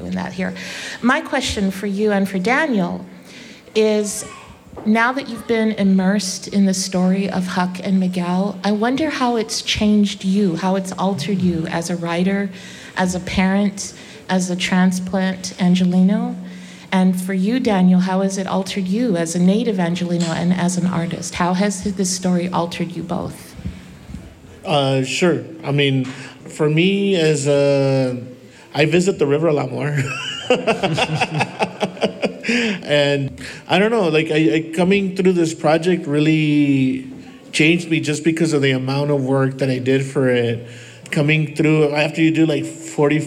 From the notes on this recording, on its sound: LARB Radio was live at The Last Bookstore in Downtown LA this past Sunday at the Book Release Party. Captivated the overflow crowd.